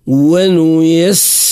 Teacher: السين كالعادة نعطيه صفة الصفير